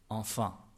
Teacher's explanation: ça ne va jamais jusqu'à « en » en français québécois. C'est beaucoup plus central, voire antérieur · Term: la nasale « en »